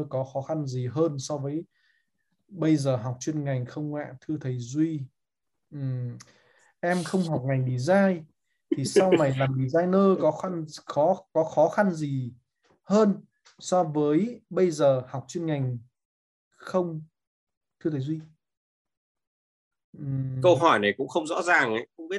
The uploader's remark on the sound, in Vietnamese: Nội dung âm thanh này đã được Arena Multimedia ghi âm lại từ nền tảng ứng dụng Zoom trong sự kiện Trò chuyện & Giải đáp: Multimedia Design.